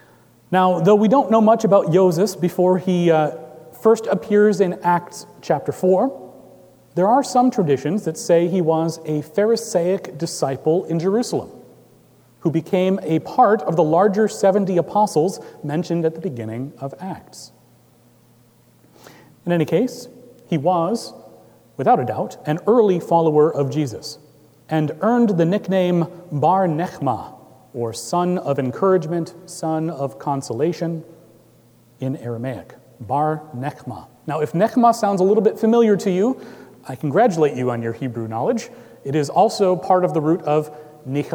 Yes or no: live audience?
yes